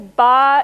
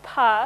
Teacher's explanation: This is ba and pa, so those are two different kinds of stop consonants. They differ along a feature called voicing, which acoustically is characterized by something called voice onset time. And by manipulating this acoustic parameter, we can create a continuum of sounds ranging from ba to pa.